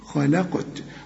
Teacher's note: والقاف قلقلها لأنها عليها السكون، وكل قاف كده في القرآن ما دام عليها السكون قلقل